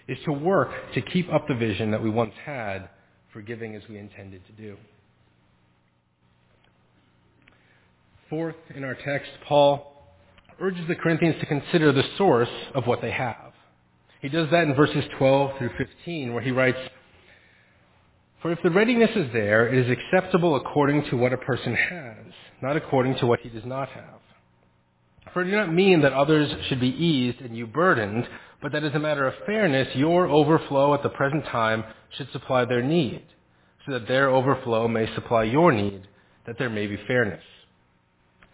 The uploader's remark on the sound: Faith Presbyterian Church – Evening Service